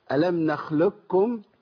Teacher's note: كلمة نخلقكم لينا فيها إدغام القاف في الكاف، إدغام كامل وإدغام ناقص.